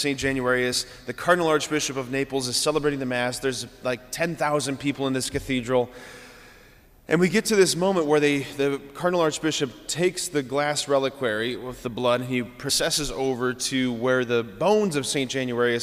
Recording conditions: large echoing room